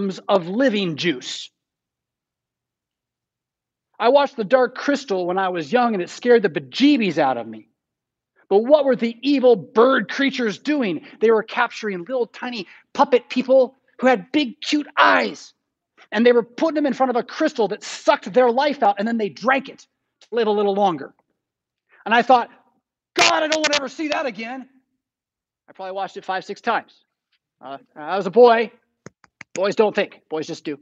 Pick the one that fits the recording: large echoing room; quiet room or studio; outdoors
large echoing room